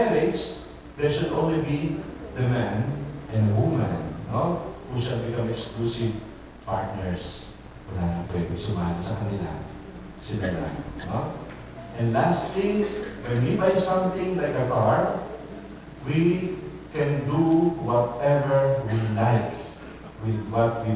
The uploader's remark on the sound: Recorded on October 3, 2010 at Don Bosco Batulao's Chapel On The Hill.